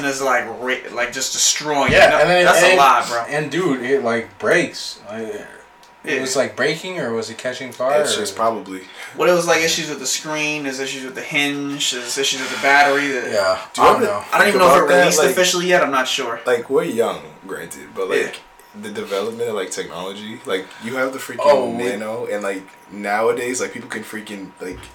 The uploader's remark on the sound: Firstly I want to apologize for the audio. I'm not sure why it sounds like we used a potato to record this. It gets better towards the end.